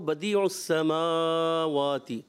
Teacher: میم پر بھی کھڑا زبر، واو پر بھی، تو آپ نے دونوں کو ایک جتنا کھینچنا ہے، یہ نہیں کہ ایک کو زیادہ ایک کو کم.